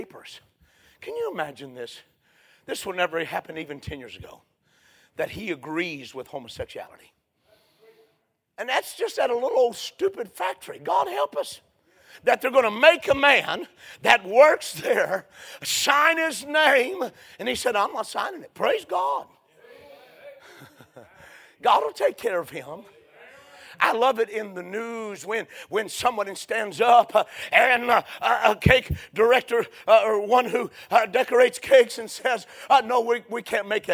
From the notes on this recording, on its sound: A sermon preached Sunday Morning